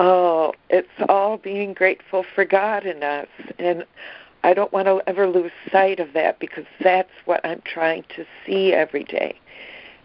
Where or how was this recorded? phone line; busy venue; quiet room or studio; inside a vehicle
phone line